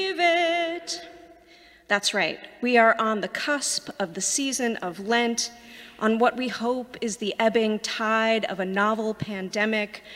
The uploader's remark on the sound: Sermons from Old South Church in Boston